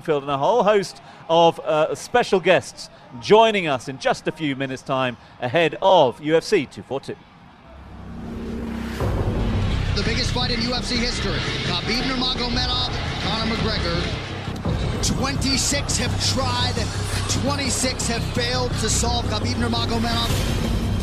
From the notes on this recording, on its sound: From our original home, Barasti. Live in Abu Dhabi.